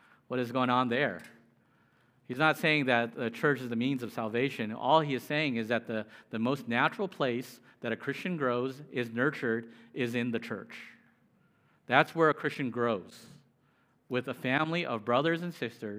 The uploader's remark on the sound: Preached. At Immanuel Church of Orange County.